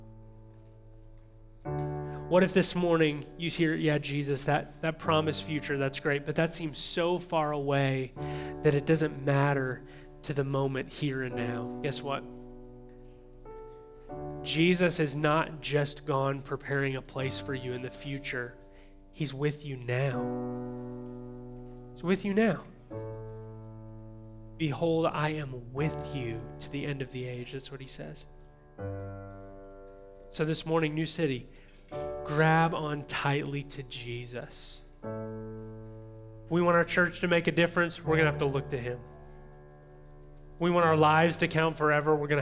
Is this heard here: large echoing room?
yes